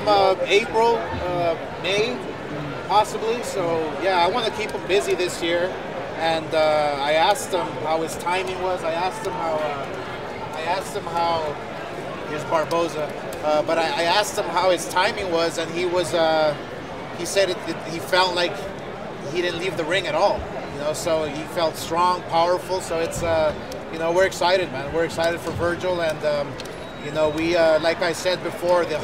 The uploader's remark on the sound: Post Press Conference. Full Post Fight Press Conference.